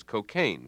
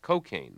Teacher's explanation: Up to a generation ago, the only standard pronunciation was cocaine, with a stress on the second syllable · Shown in: first take